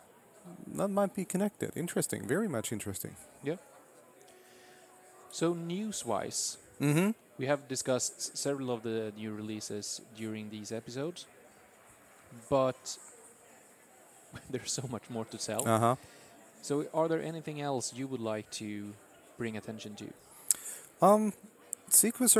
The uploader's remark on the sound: In the sixth and final episode recorded at Microsoft Ignite in Orlando.